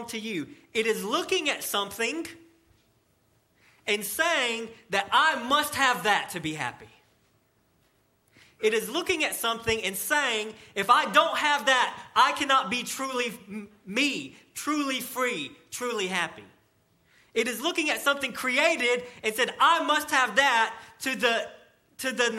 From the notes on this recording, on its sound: Sermon delivered to Cottondale Baptist Church in Eastman, GA during the 11:00am service on 6/10/18.